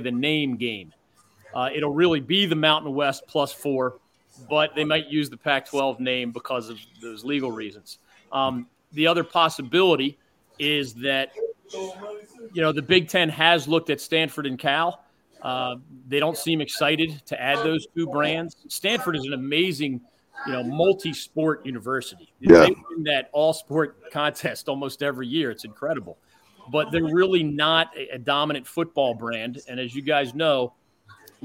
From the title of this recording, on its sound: LIVE FROM PORKY'S BACKYARD BBQ